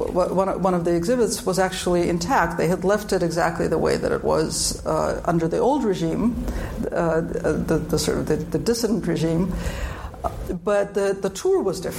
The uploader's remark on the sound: LIVE from Columbia University